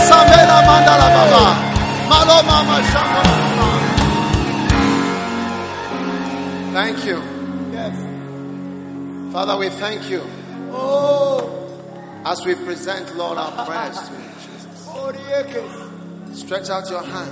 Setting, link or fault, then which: setting, large echoing room